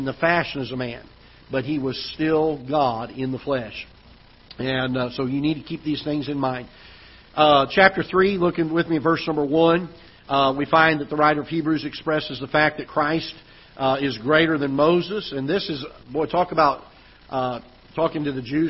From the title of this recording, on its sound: Ketha Heights Baptist Church ~ Live Broadcast